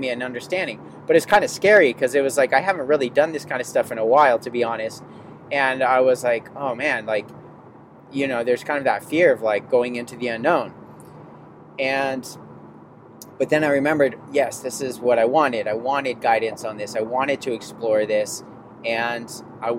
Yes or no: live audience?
no